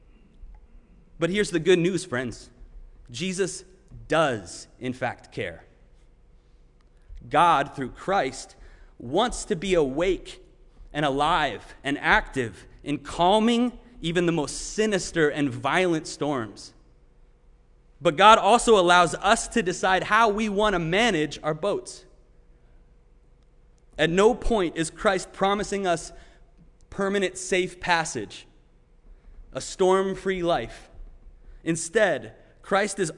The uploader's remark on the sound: Sermon preached at RCHP on June 20, 2021.